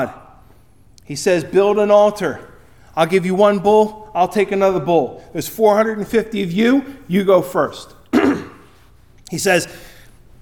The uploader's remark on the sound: Recorded at Ebenezer UMC on February 4, 2024